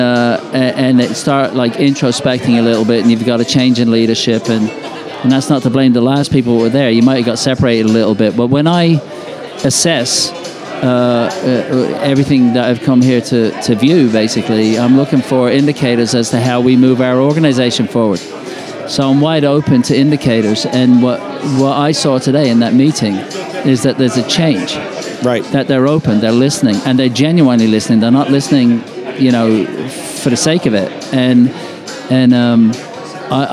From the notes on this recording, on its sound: Live at the Bar of the US Soccer AGM